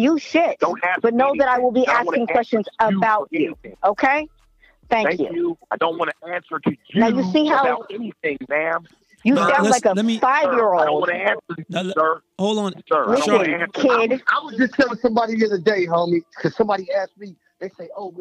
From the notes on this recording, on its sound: call into the Folksalert live